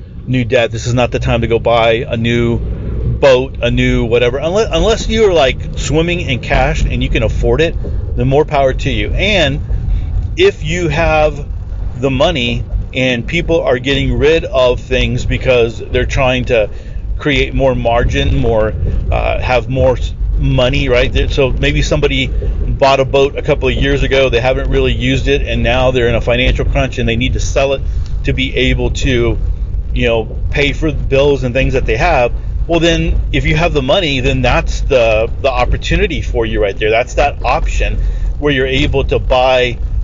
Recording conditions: inside a vehicle